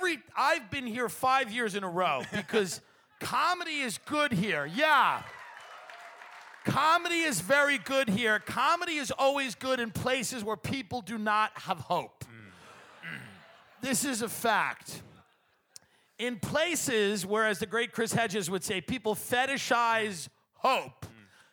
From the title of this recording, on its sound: Live From Cleveland